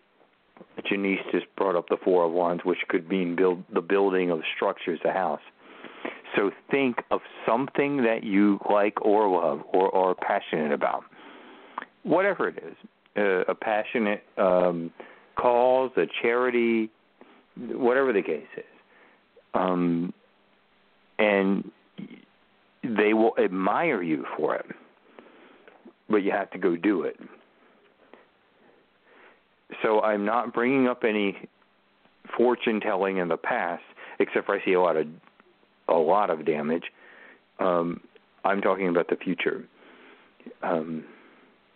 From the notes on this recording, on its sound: Open the phone lines for an evening of Tarot/Oracle Divination!!!!!